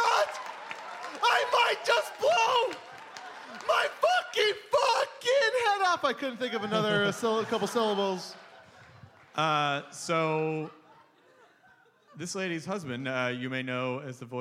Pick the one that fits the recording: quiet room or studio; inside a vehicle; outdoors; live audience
live audience